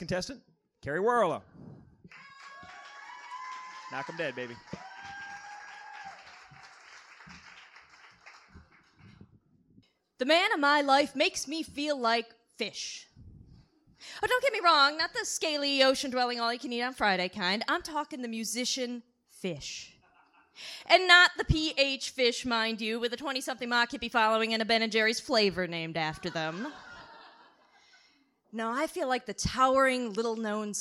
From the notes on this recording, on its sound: Open-Mic & Slam. You get the Open-Mic and Poetry Slam in one episode.